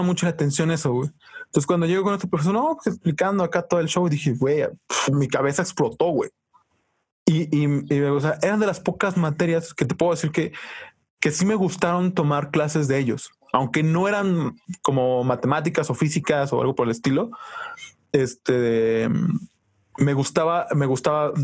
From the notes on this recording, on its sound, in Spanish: disculpen el mal audio pero tuvimos fallas técnicas y tuvimos que tomarlo de Zoom